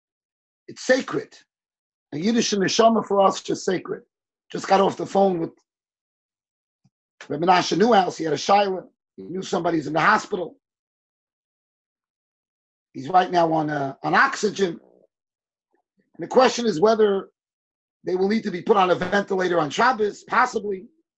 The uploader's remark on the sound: Shiur recorded on Zoom conference.